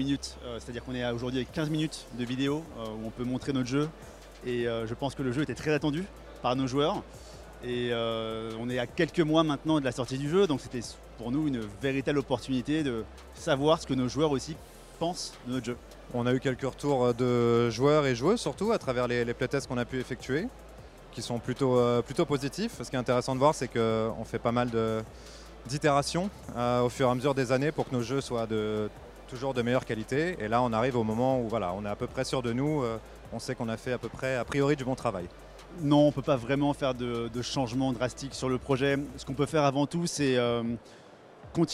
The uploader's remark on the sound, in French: En direct de la Gamescom 2023